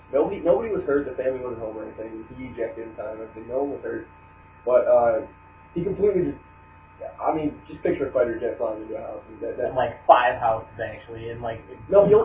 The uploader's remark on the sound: Welp 0 editing done to it, horrible audio quality, and minus 2 people!